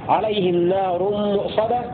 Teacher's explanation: قرأ حفص وأبو عمرو بهمزة محققة في لفظ عليهم نار مؤصدة